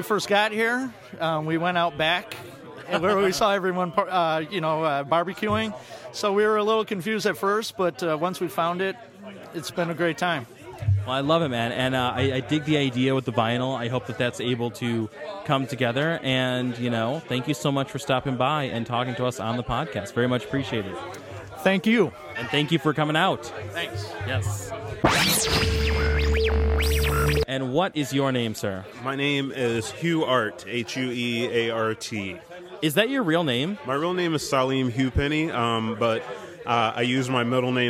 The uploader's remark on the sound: Broadcasting live from SoundCloud Global Meetup Day at the Music Garage. Checks in with attendees of the event.